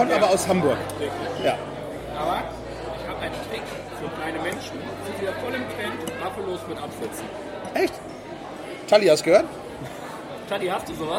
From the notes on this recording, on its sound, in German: Die Aufnahme fand live in der Astra Brauerei auf der Reeperbahn statt. Die Aufnahme fand live in der Astra Brauerei auf der Reeperbahn statt.